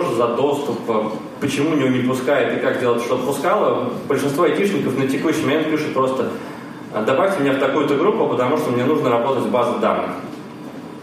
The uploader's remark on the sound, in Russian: Аудиозапись докладов с конференции. Workshop 1, Defensive Track.